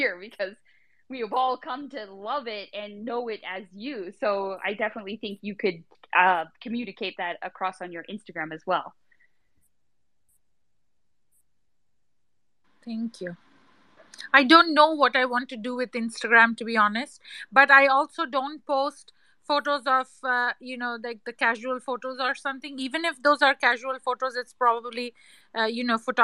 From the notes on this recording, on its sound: This episode is the recording of a Twitter space held on the MetaJungle Twitter on June 10, 2022.